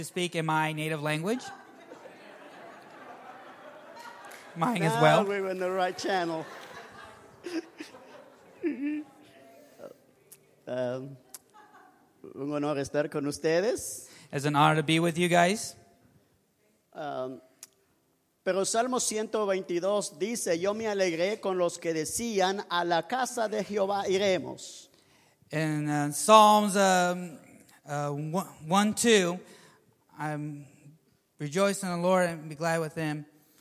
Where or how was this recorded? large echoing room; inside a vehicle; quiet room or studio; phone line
large echoing room